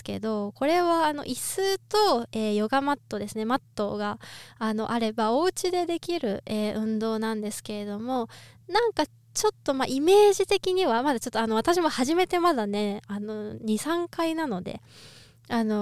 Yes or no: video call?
no